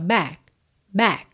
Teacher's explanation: Pode ser que você não ouça esse k, k no final, tá? Às vezes soa back, back.